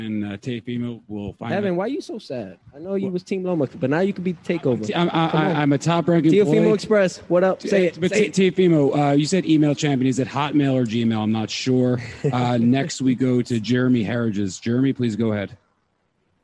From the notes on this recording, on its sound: Post fight Press Conference